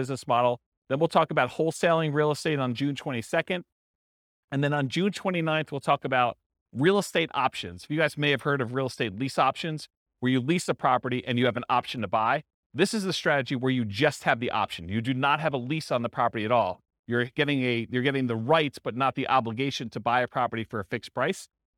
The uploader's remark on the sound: This was a live class recorded